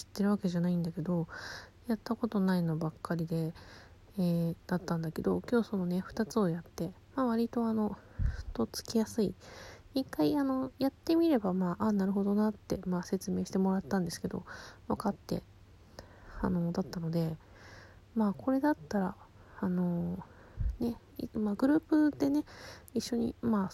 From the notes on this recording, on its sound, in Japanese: うつ伏せに寝っ転がって話しているので雑音が…ゲスト招待機能β版。